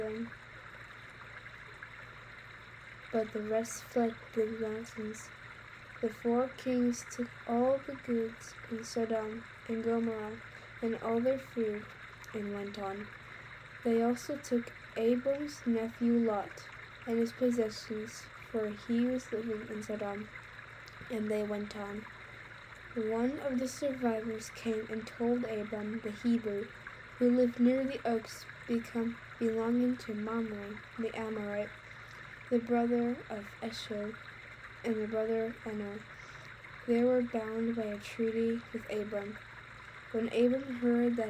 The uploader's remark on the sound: Background sounds: Creek